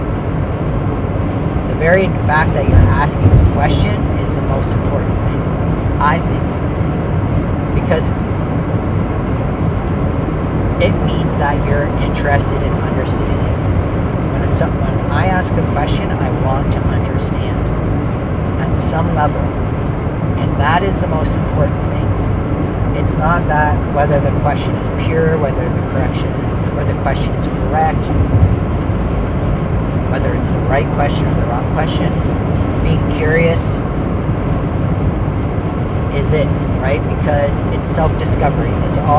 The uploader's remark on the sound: On the way to Chatham. First time recording while driving.